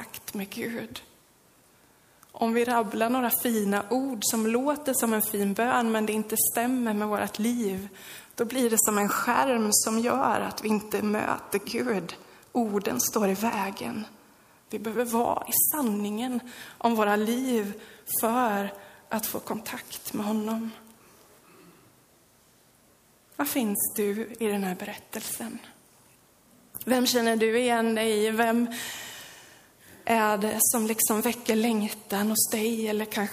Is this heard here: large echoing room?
yes